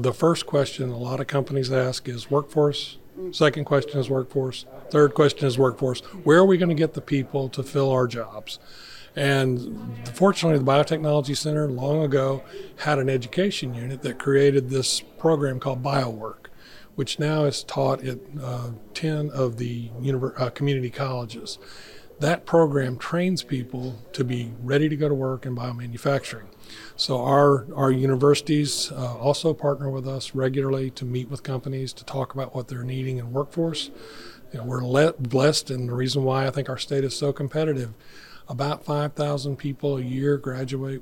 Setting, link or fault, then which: setting, busy venue